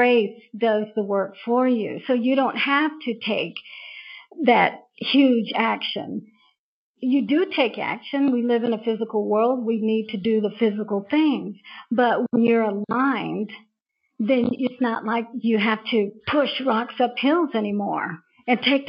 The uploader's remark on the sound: We experienced some technical challenges with the audio